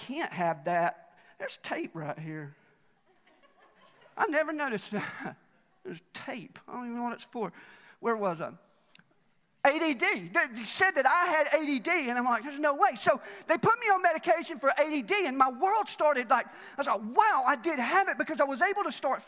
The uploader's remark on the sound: Recorded live at The Fellowship at Mt Juliet on January 3, 2021.